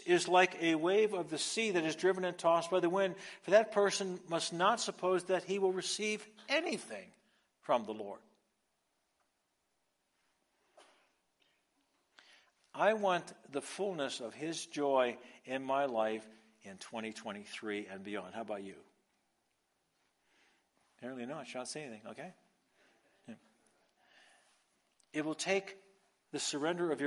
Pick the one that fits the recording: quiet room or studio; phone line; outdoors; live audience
live audience